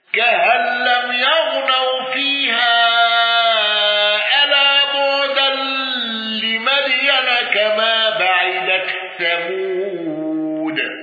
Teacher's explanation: الأصفهاني بقصر المنفصل والغنة